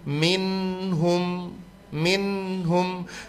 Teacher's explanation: jadi min itu jelas nunnya kedengaran, tapi tidak berhenti. Minhum, minhum, tapi tidak ditahan lama juga. · Term: nun sukun